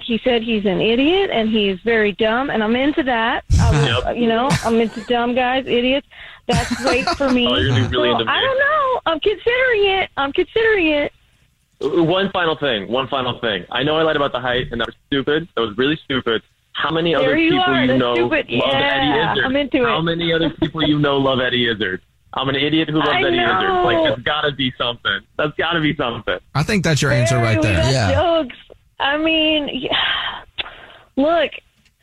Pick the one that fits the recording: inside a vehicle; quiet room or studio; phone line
phone line